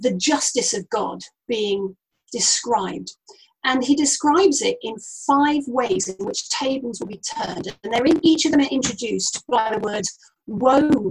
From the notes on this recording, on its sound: Note this has been recorded over Zoom and the audio quality isn't the best.